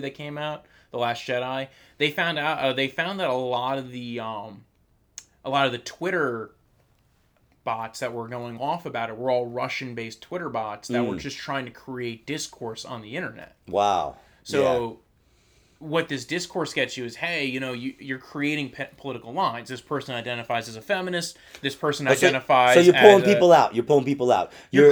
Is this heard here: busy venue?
no